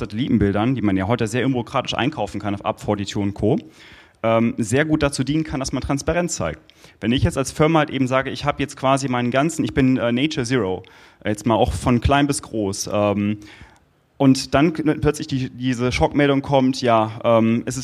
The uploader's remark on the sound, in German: LIVE Podcast auf dem Digital Summit Euregio